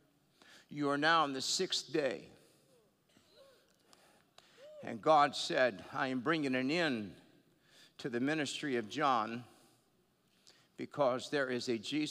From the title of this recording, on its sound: Regeneration Nashville Live!